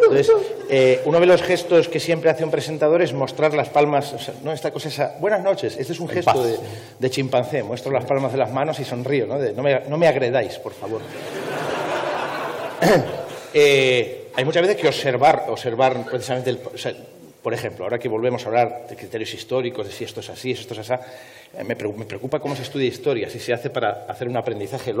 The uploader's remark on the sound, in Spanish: En el más brutal festival de la ciencia, en la mejor celebración de la racionalidad y el progreso que tiene lugar en la península ibérica [el Naukas 2015 en la UPV] nos marcamos un Media2 muy especial. Se prestaron a una tertulia en vivo en Bilbao. Cortesía de ETB.